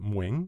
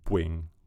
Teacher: L'inserimento della semivocale w, fuenti, davanti alle consonanti labiali è una caratteristica regolare del genovese. Pensiamo ad esempio al plurale di man, mano, che fa regolarmente muen, e di pan, pane, che dà in genovese puen.